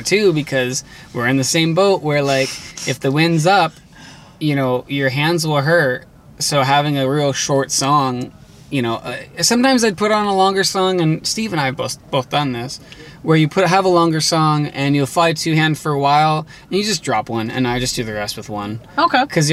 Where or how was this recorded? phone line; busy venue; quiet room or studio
busy venue